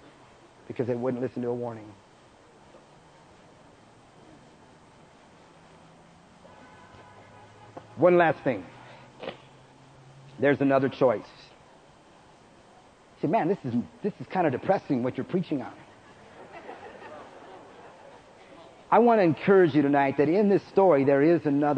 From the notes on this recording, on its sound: Preached in Prescott Winter Conf.